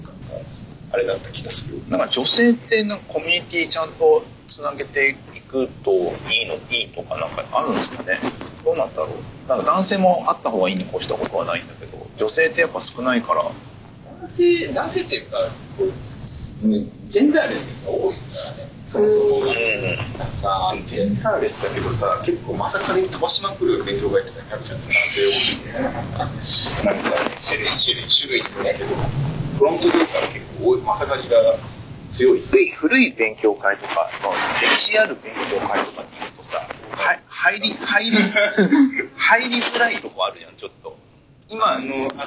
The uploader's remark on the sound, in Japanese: 今回収録の設定の不手際より聞き取りづらいところが多々ありますが、ご了承ください。